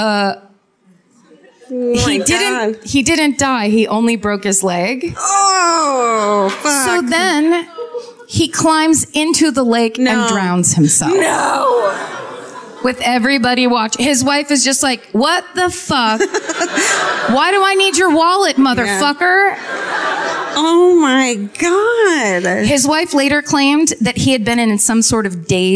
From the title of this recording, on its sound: Live at Revolution Hall in Portland (2017)